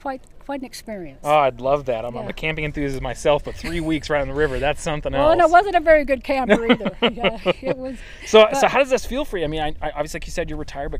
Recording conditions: outdoors